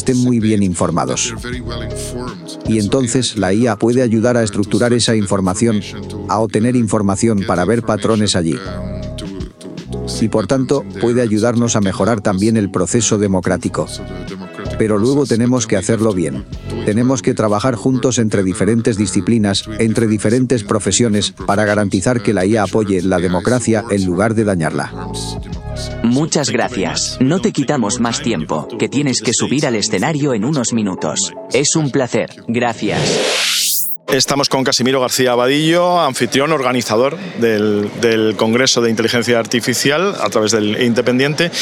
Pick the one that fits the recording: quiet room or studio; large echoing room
large echoing room